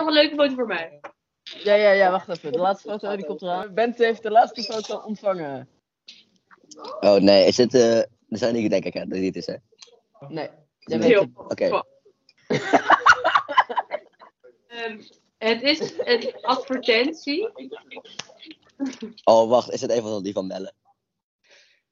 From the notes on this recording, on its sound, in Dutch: Het slechte geluid.